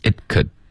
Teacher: it 的这个 t 爆破呢省略，我们不要爆出来，只要舌尖顶上颚而已 · Term: 干脆的停顿